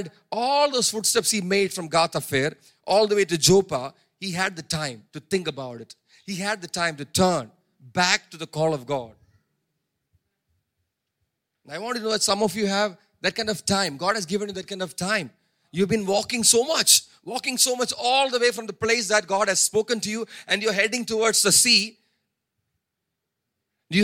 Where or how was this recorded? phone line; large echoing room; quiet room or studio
large echoing room